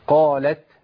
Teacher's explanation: الهمس صفه لازمه للتاء لا تنفك عنها في كل حالاتها في القران